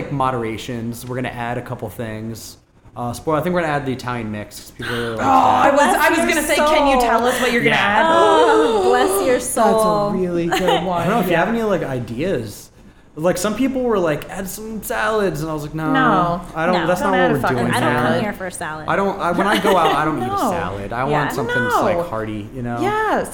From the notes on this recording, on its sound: We recorded this one live and in person at Berben and Wolff's after hours!